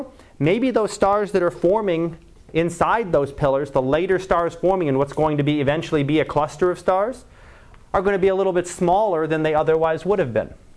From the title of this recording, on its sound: Live Class Lecture